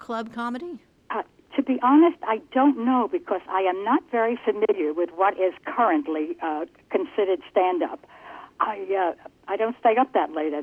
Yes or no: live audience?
no